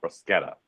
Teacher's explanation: That CH is a hard, like K sound